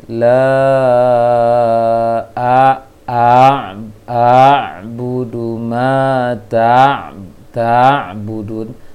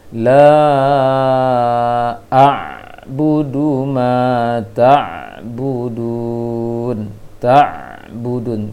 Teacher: Seharusnya yang dialirkan adalah suara ainnya, bukan huruf sebelumnya. · Shown in: second take · Seharusnya bacaan seperti ini, la a budu ma ta'budun, ta'budun, dialirkan sedikit suaranya, tapi bukan huruf sebelum ain sukun.